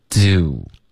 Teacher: 这个 do 注意这个嘴唇的滑动，开头它是放松的，结尾它是嘟起来的